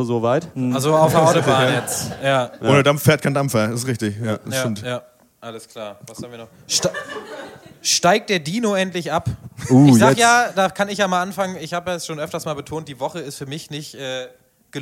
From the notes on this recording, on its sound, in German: Live in Berlin! Da isser endlich der Mitschnitt unseres ersten Live-Podcasts.